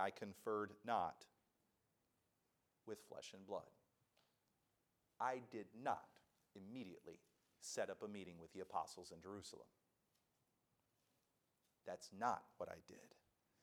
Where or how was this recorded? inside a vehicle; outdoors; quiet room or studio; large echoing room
large echoing room